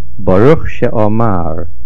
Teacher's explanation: Baruch Sheomar, the stress is on the Mem. The Shorish is Aleph Mem Reish, the middle root letter is Mem.